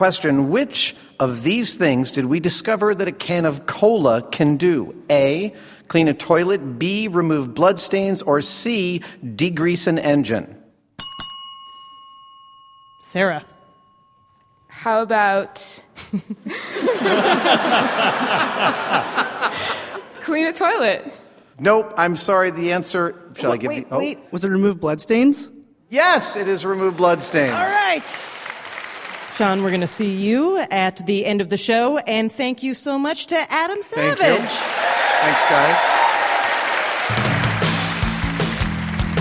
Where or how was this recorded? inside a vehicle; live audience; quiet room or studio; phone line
live audience